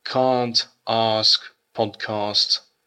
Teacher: То есть они с длинной «а». Если вот эта длинная «а» есть, то, скорее всего, это южный акцент.